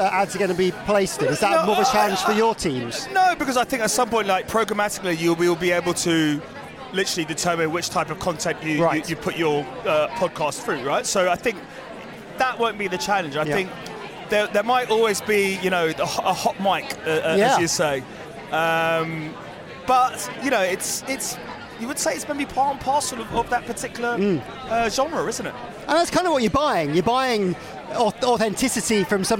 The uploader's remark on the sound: This week we’re at the all-you-can-eat media buffet that is The Future Of Audio Europe. This week we’re at the all-you-can-eat media buffet that is The Future Of Audio Europe. Thanks to The Future Of Audio Europe, powered by The Media Leader, for being such gracious hosts.